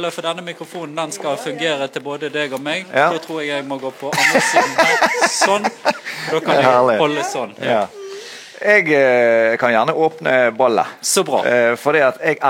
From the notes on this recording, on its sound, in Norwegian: Livesending fra Bergen historiske festival. Tok vi med oss mikrofoner og kamera og gikk rundt på Bergen historiske festival. Her traff vi mange festivalstemte deltakere og bidragsytere, og vi fikk tatt oss en prat med flere av dem.